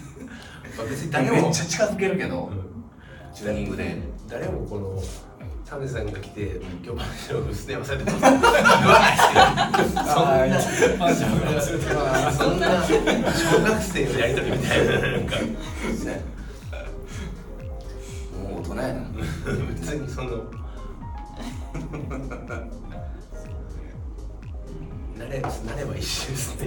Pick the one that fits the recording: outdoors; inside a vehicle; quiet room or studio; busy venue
busy venue